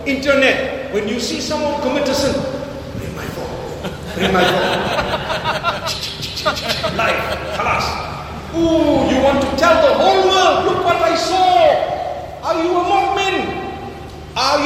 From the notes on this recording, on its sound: Lecture delivered at Masjid Cut Meutia in Jakarta, Indonesia